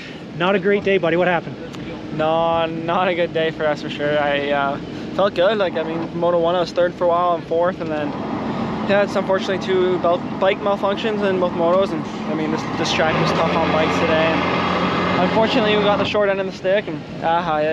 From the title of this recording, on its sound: Walk And Talk | 2023 Canadian Motocross Nationals at Sand Del Lee